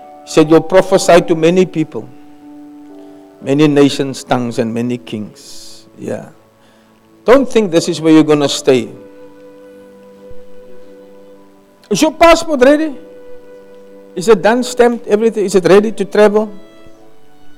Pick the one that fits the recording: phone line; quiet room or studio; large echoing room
large echoing room